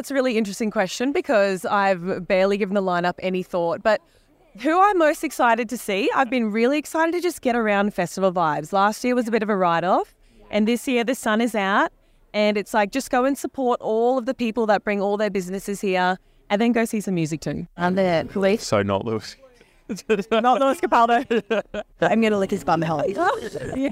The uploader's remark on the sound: This week's Hotline is coming to you live from Splendour In The Grass!